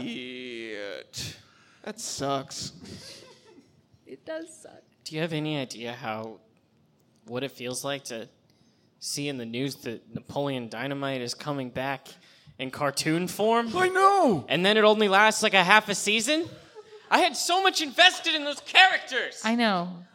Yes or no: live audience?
yes